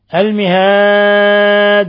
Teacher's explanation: الوقف عليها يكون بقلقلة الدال ومعاملتها معاملة العارض للسكون